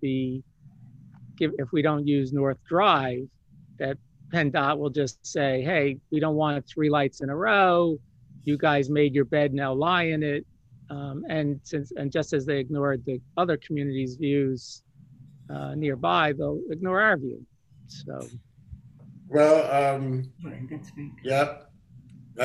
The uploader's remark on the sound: meeting (via Zoom)